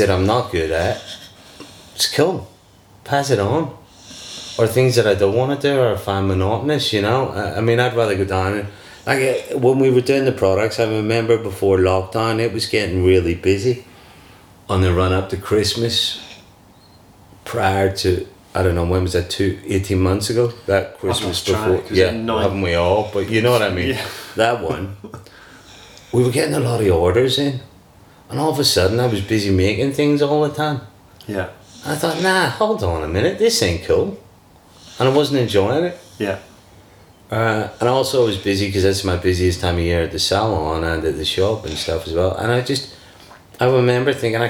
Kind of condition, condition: fault, sounds in the background